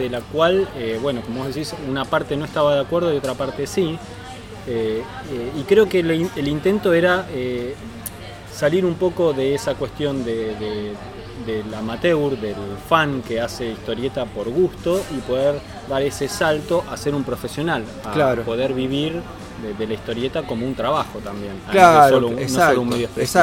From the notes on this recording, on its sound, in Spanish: Compartimos la grabación que realizamos en la Gcomics Meetup #8. Mientras tomamos un café.